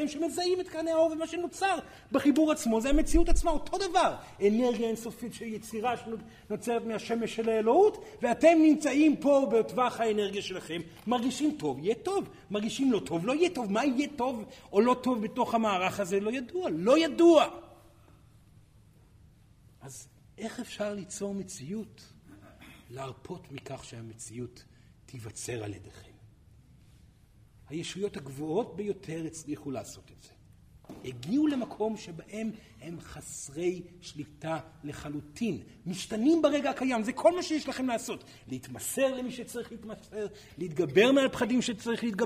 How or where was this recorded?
live audience